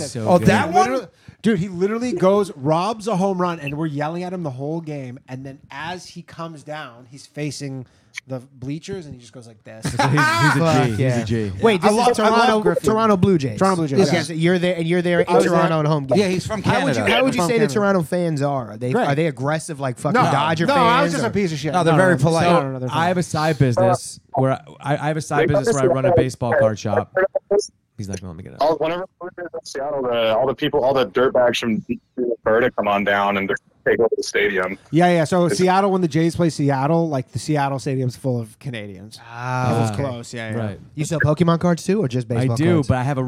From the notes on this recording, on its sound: The Bathhouse is a live call-in show recorded from the green room of The Stand Comedy Club in New York City.